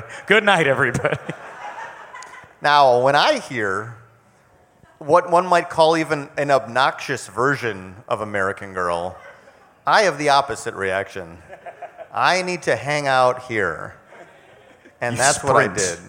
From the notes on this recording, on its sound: Live from Tin Roof in Orlando!